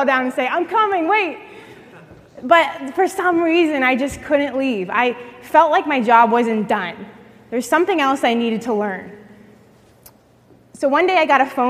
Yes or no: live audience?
yes